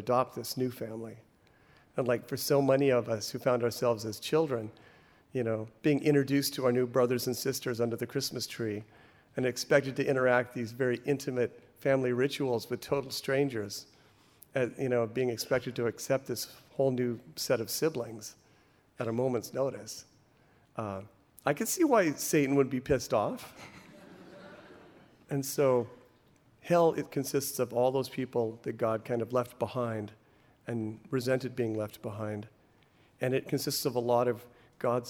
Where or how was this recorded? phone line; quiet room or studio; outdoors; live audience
live audience